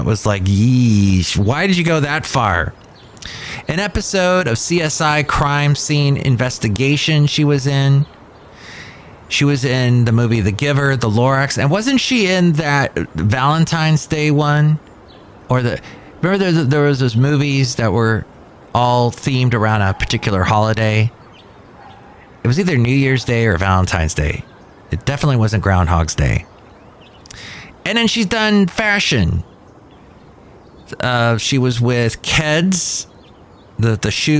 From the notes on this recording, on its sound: Podcasts live from Cafe Anyway.